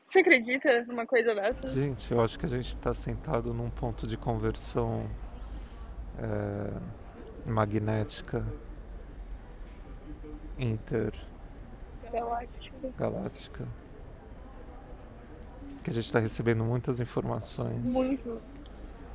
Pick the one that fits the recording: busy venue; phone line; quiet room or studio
busy venue